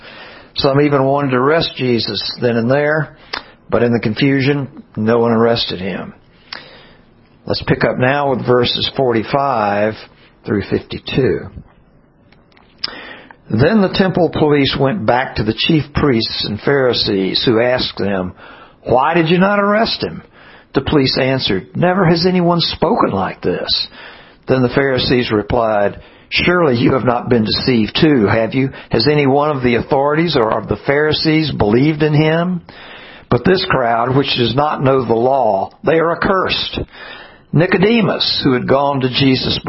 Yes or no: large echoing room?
yes